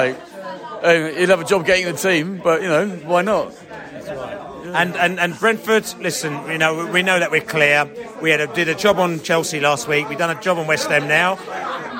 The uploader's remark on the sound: Post Match Podcast from The Stands and Pub